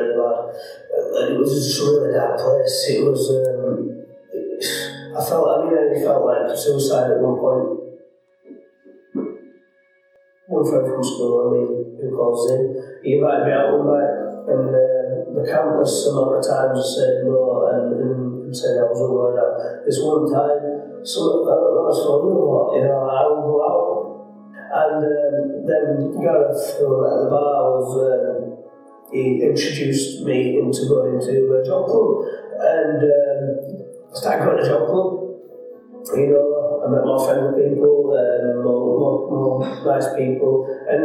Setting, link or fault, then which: fault, echo